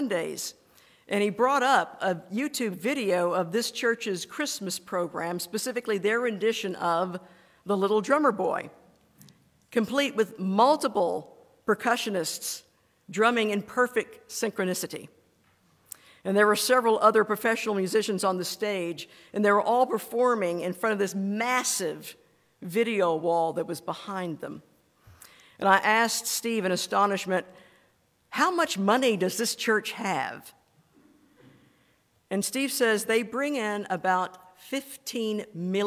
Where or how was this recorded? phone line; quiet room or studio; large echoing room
large echoing room